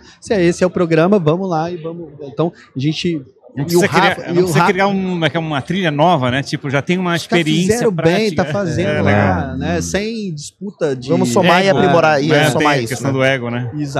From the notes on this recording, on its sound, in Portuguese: Este episódio faz parte de uma série "pocket" gravada durante o Startup Summit 2023 em parceria com a Invisto e o Economia SC.